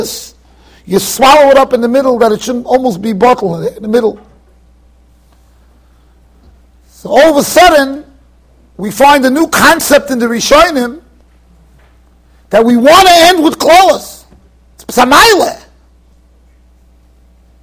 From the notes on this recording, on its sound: Shiur recorded in Yeshivas Ohr Reuven, Monsey NY